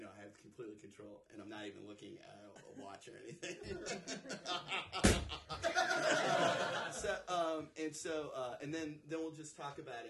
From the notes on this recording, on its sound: The Upstairs Gallery for having The Department of Promethean Science at Podthrash for the very first live taping of the show. Pulled on stage for the live show. From the LIVE AUDIENCE!